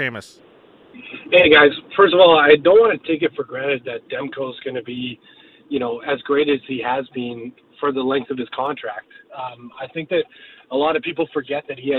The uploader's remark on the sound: The guys open the phone lines to the people as we get the listeners' opinions on the JT Miller extension.